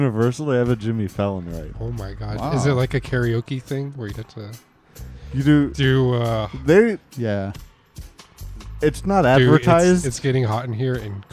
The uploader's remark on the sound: 4/20 Special 2023. Coming at you live from a non-descript weed dispensary.